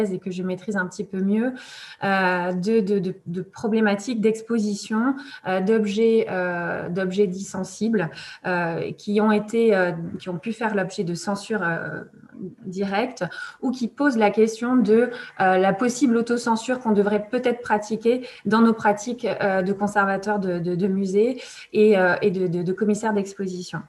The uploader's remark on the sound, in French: Enregistré sur Zoom.